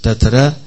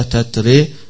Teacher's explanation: فعلى قراءة هؤلاء هيقرأ البعض منهم بالتقليل زي ورش تترا، وهيقرأ البعض منهم بالإمالة تتري زي حمزة والكسائي وخلف